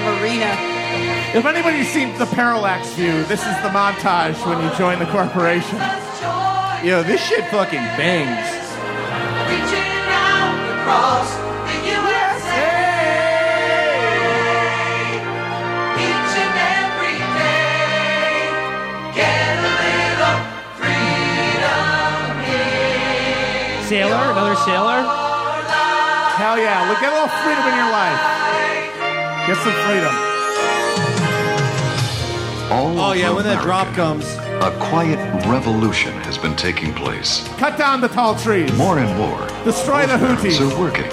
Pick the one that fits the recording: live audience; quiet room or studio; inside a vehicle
live audience